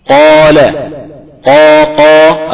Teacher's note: القاف في أعلى مراتب التفخيم